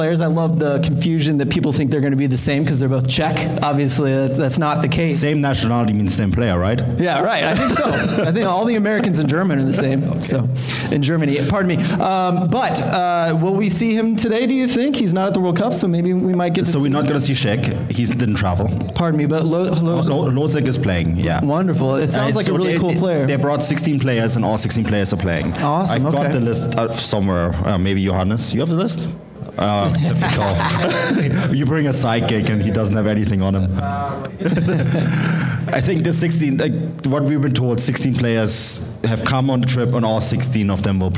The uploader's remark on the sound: the live audio from the pre-match event